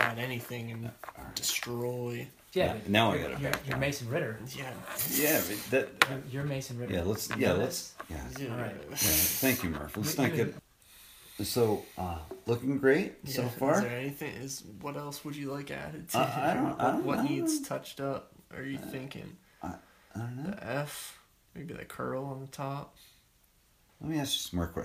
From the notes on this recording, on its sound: Gave me my first tattoo while answering questions.